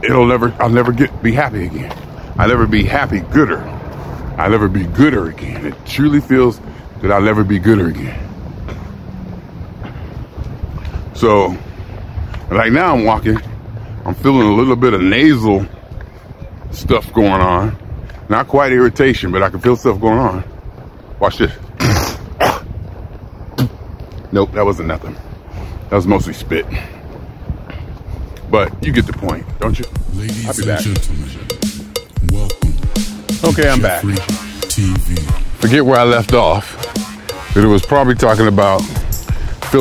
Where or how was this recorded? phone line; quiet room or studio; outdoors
outdoors